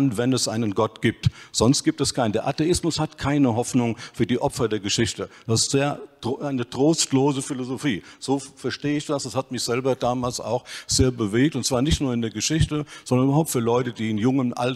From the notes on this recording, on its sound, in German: In diesem zweiten Teil der Podiumsdiskussion kommen unter anderem die folgenden Fragestellungen aus dem Publikum